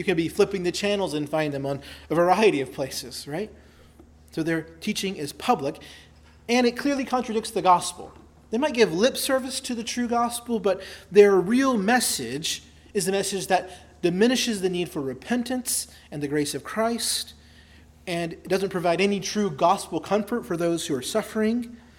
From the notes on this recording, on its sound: preached at Christ Our Savior Baptist Church on Sunday, July 16, 2023